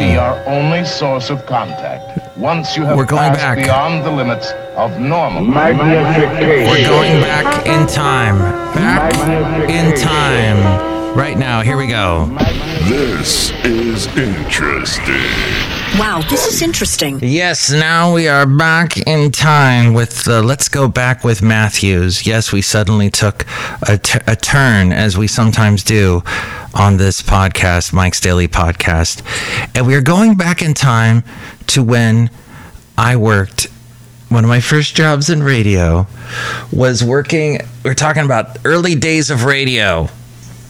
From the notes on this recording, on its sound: podcasts live from Cafe Anyway